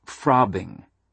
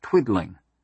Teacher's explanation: The ob, id, and eek sounds perfectly follow the large to small continuum of phonetic symbolism.